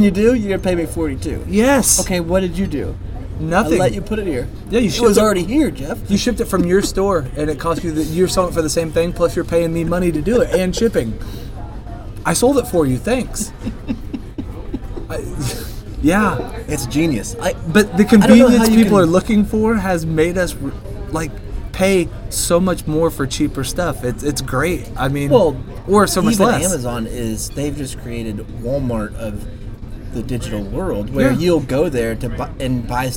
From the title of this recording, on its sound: Live from Applebees